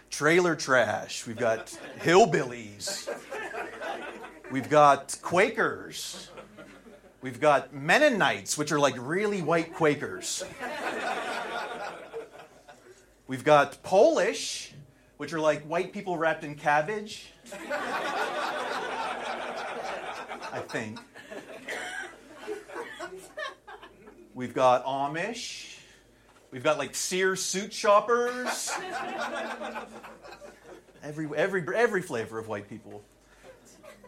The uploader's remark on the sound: Recorded at Flappers Comedy Club in Burbank, CA